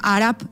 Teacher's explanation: Que diem àrab i sona una P.